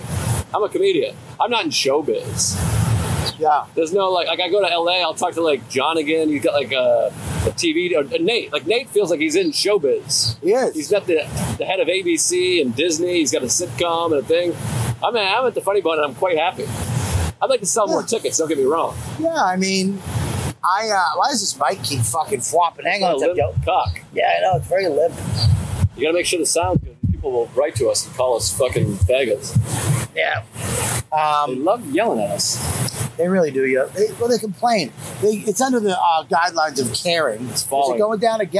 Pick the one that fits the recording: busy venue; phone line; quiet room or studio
busy venue